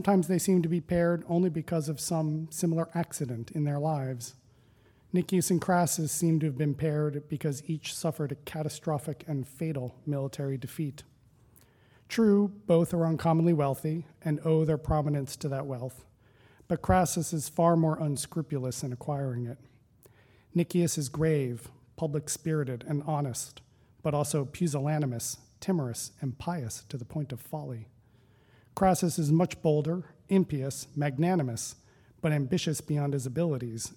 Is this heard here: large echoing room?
yes